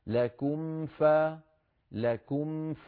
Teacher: نطبق الشفتين على الميم لكم، ثم برشاقة نجعل أطراف أسناننا العلوية على باطن الشفة السفلى بلطف هكذا، لكم ف، لكم ف، بدون تكلف، ما في داعي نقول لكم فت، فإن كان لكم فتح، لا ما في داعي، فإن كان لكم فتح، لكم ف، هكذا بلطف ورشاقة. · Term: بيان الميم